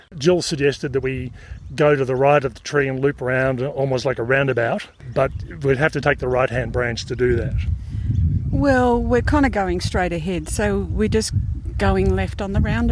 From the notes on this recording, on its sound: Bring you a series of short on trail recordings from the hike.